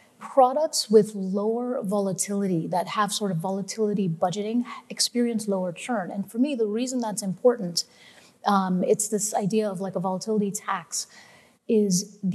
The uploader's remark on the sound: On May 11, Fidelity Investments Canada hosted FOCUS2023, a daylong event for advisors. Sessions ran both onstage in Vancouver to a live audience, and from our Toronto studio for a crowd of thousands more online.